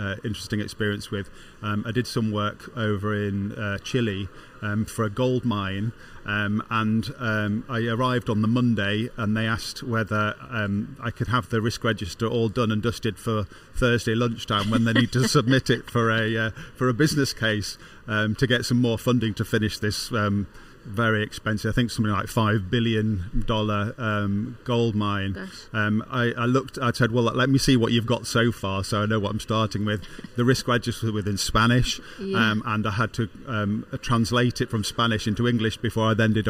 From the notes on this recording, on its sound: speak live from the optimise stand at the Project Controls Expo UK